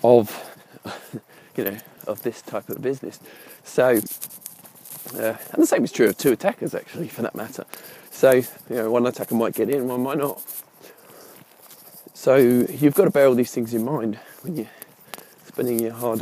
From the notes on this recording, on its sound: Usual caveats, this is unscripted, unedited, ad-hoc and recorded while walking the dog.